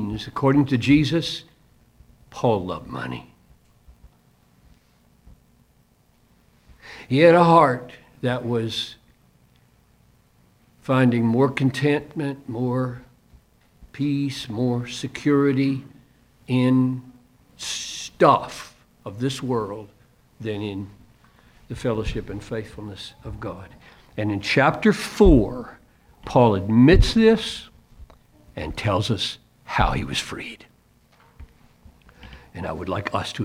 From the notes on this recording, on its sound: Delivered this message at a chapel for Crossway Books.